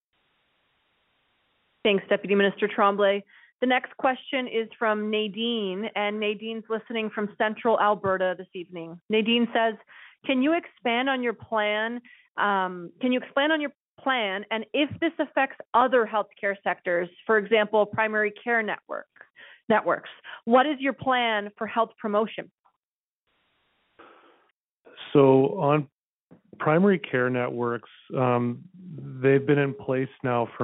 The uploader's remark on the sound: Refocusing Health Care in Alberta Telephone Town Hall. Health care professionals participated in a telephone town hall to help shape a stronger health system.